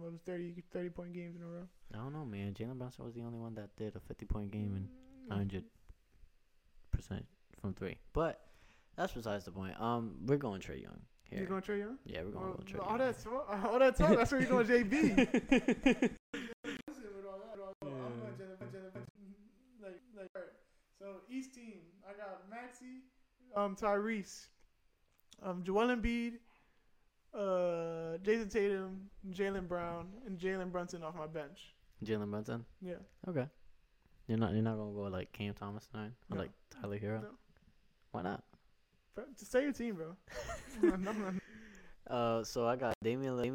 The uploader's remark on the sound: sorry for the technical difficulties